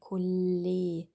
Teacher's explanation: Bei dem Wort Kolleginnen haben wir das L und N, die sehr ähnlich gebildet werden. Beim L soll die Luft an den Seiten vorbeiströmen.